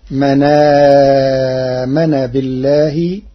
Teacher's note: قرأ ورش كلمة من آمن بنقل حركة الهمز إلى الساكن قبله، فتصير من آمن بالله للتخفيف.